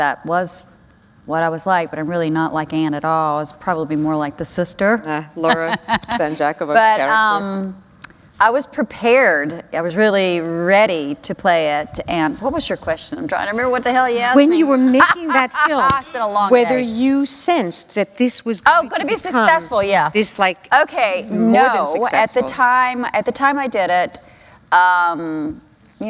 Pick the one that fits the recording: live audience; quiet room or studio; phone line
live audience